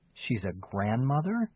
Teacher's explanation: You can show surprise or disbelief by using rising pitch to echo a statement. The pitch rise is usually on the stressed syllable of the last content word.